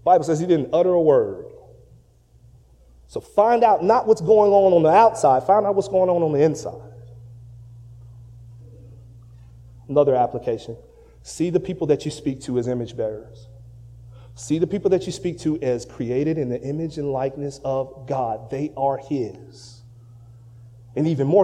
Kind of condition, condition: setting, large echoing room